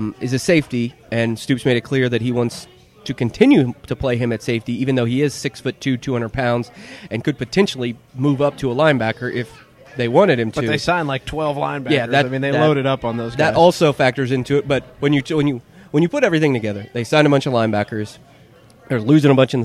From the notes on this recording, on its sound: recorded their 100th episode at the Lexington location of Skyline Chili on Richmond Rd.